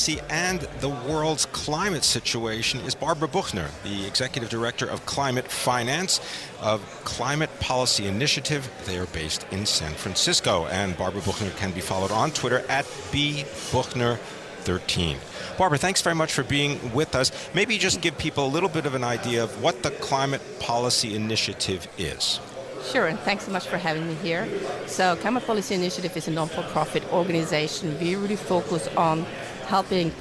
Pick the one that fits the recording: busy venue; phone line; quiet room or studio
busy venue